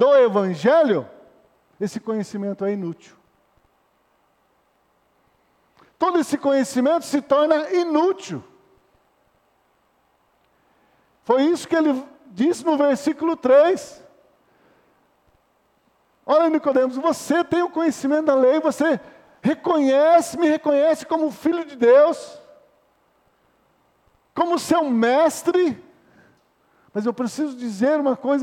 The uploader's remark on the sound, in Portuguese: Culto noturno gravado em 09-02-2020 na Igreja Evangélica Batista em Campo Grande-MS